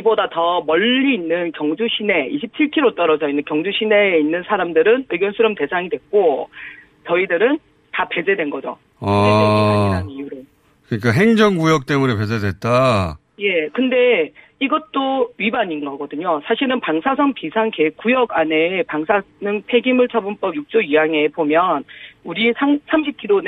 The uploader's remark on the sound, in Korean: 릴레이 전화연결